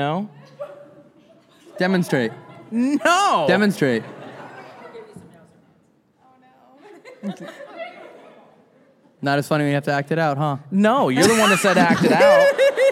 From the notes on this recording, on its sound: This episode was filmed in front of a live audience at the haunted Missouri State Penitentiary in Jefferson City, MO on September 2, 2022.